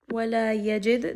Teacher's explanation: Dal here is going to have qalqala.